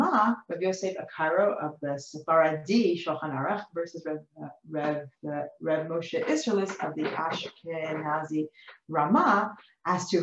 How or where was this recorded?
video call